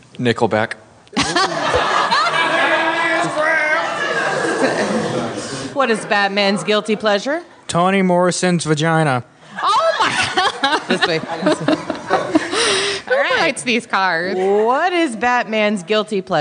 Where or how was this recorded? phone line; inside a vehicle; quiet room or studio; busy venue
busy venue